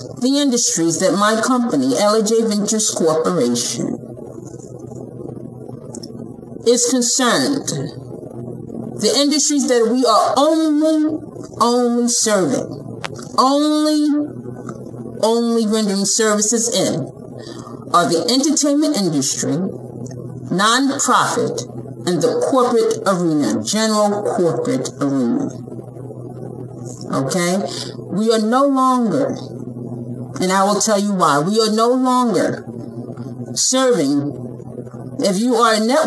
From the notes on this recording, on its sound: Please excuse the sound quality. My mic/speakers are blown and thus I am working on getting new equipment.